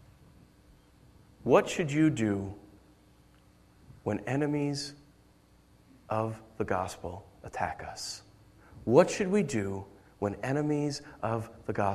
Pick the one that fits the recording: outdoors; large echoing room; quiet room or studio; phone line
large echoing room